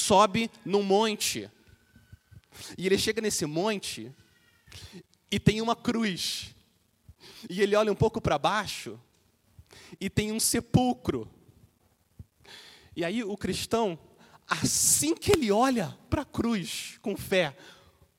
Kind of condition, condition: setting, large echoing room